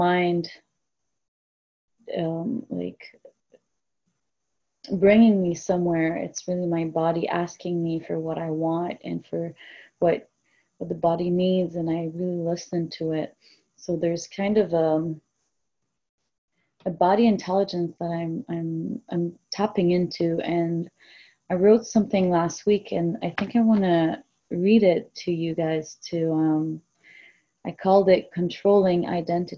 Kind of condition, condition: link, video call